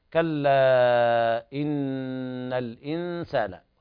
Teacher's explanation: حرف الغنة هنا يغني بمقدار حركتين، حرف أغن مشدد